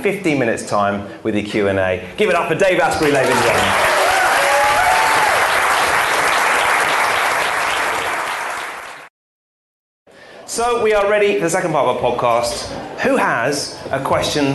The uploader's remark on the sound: Live from London